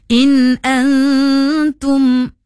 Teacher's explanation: Itu bermaksud, kalau izhar ni bermaksud jelas. Jelas dan nyata, tanpa dengung. · Dia membaca dengung pada kalimah in-a. Sedangkan nun mati bertemu dengan huruf hamzah, itu adalah izhar halki dan tak boleh dengung. Itu bermaksud, kalau izhar ni bermaksud jelas.